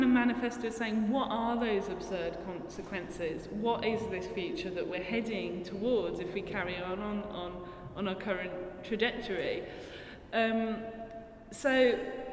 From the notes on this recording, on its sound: at Talbot Rice Gallery as part of Edinburgh Art Festival